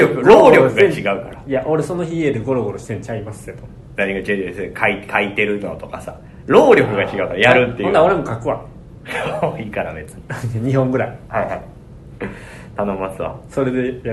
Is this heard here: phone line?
no